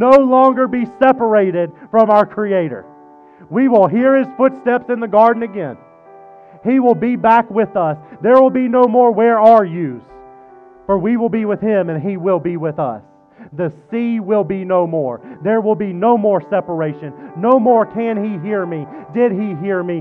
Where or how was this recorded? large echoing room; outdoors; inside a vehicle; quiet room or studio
large echoing room